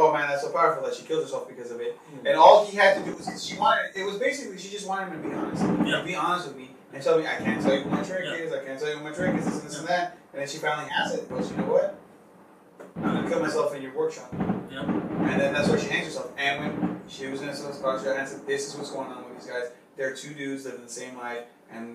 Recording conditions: poor microphone